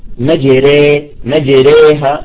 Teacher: لذلك عندما تمال نقول مجري، مجريها، نرقق الراء مجريها، وهكذا ورد تمام. يعني تكون الألف بين الفتح والكسر · Term: إمالة كبرى